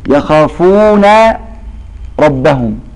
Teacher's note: النون هنا مفتوحة وما قبلها ساكن فلا تدغم